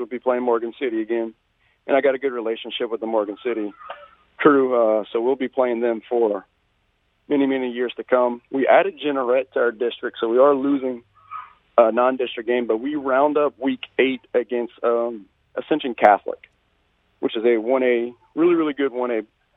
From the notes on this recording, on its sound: We go to the phone lines for 3 good ones.